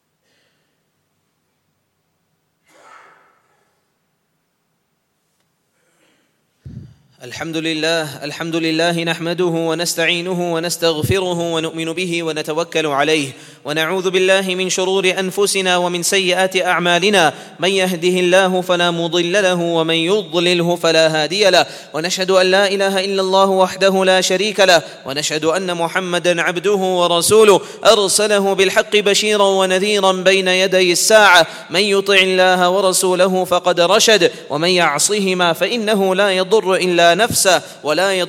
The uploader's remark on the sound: at the Houghton Masjid (West Street)